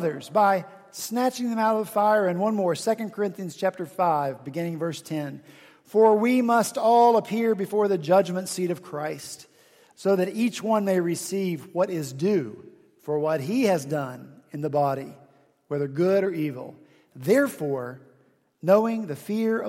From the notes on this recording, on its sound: at Redeemer Presbyterian Church in Charleston, SC